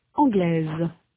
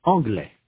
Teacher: In sound, the feminine form anglaise has a final consonant z that is not heard in the masculine form anglais. In the masculine, the final s is not pronounced.